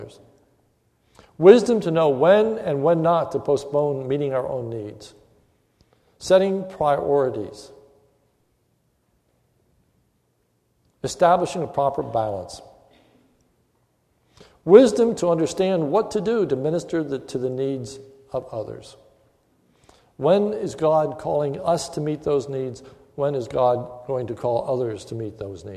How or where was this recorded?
large echoing room